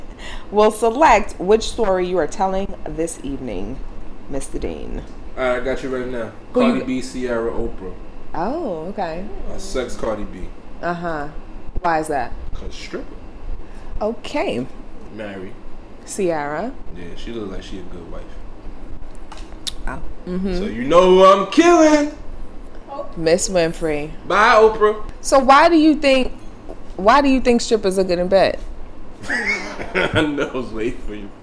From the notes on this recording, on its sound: Beware of fluctuating audio levels.